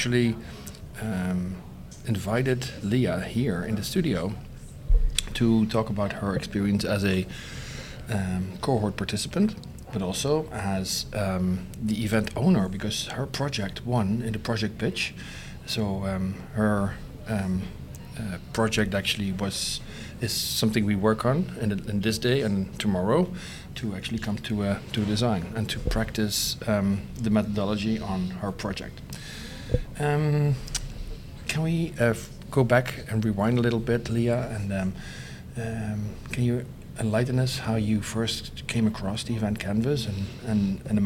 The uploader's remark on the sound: Episode recorded live onsite at the Event Design Certificate Program Level 3 Cohort 45 at Concordia University in Montreal Canada.